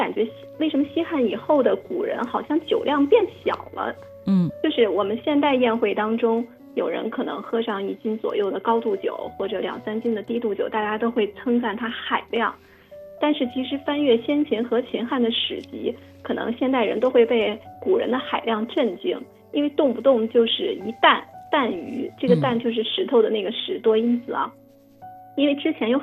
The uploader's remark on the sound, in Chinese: 今日《轻阅读》电话采访本书责编